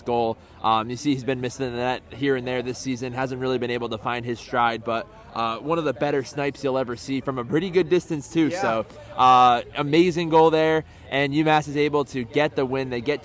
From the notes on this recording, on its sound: LIVE from the Homecoming tailgate!